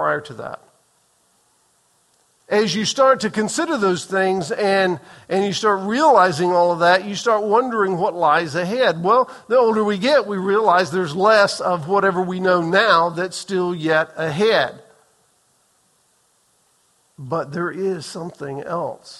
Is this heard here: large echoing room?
yes